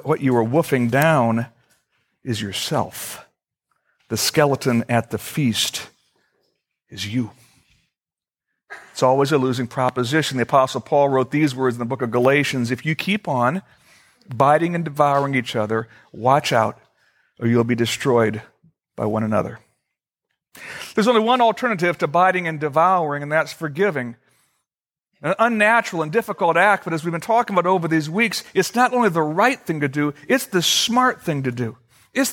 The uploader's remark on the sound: Originally recorded on September 15, 2013, at Fellowship Missionary Church, Fort Wayne, IN.